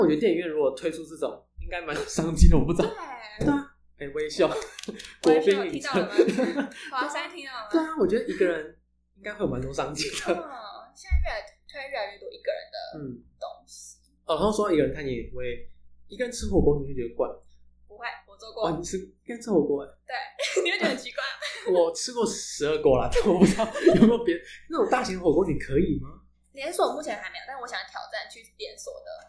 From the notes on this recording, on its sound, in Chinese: 這一集的音質比較不好，再麻煩你拿下耳機收聽會更合適。